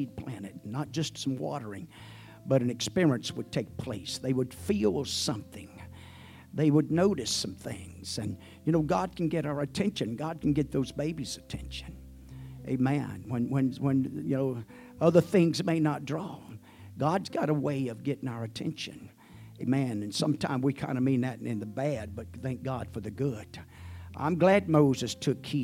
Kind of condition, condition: setting, large echoing room